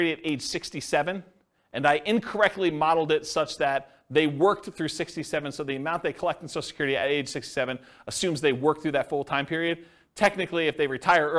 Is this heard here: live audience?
yes